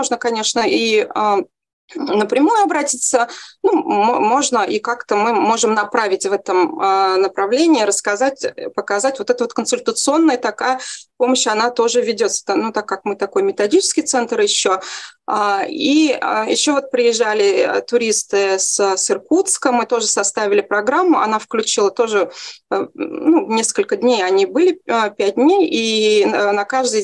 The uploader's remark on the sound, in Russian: Видеозапись вебинара